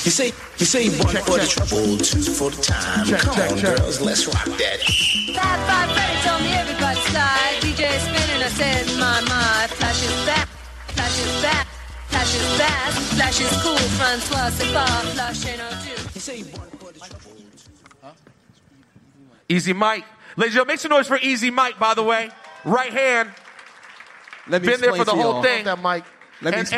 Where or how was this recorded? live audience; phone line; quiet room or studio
live audience